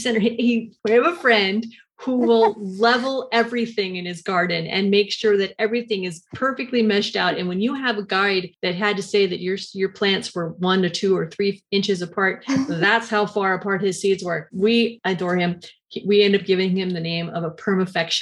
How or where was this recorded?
video call